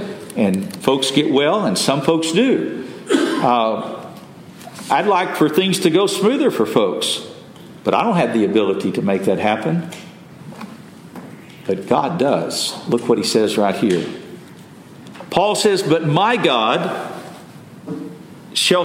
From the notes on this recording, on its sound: Message delivered Sunday, December 31, 2023 at Mt Carmel Primitive Baptist Church, Bel Air, Maryland.